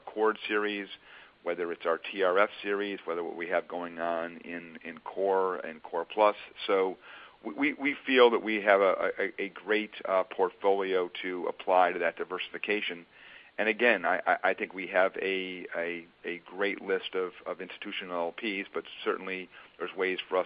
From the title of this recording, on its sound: Earnings Conference Call